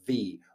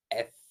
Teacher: your V and your F are very similar because one's voiced, one's unvoiced, but it's labial dental, so your teeth land on on your lower lip, so you go V or F.